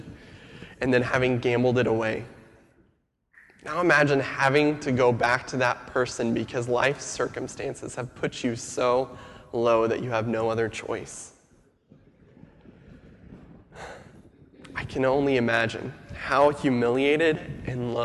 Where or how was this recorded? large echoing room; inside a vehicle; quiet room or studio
large echoing room